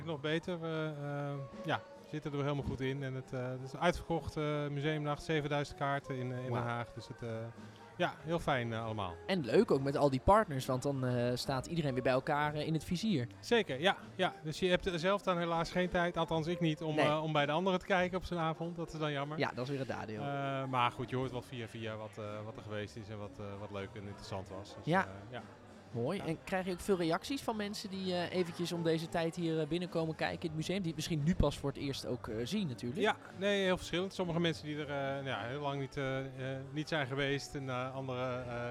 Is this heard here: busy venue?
yes